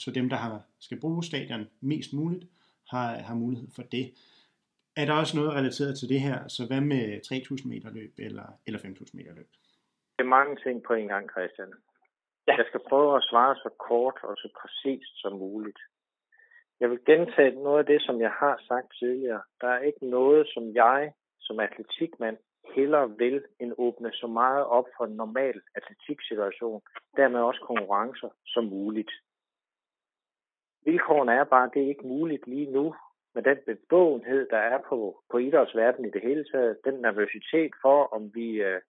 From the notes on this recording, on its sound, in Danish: Er optaget over telefon. Dette præger lyden.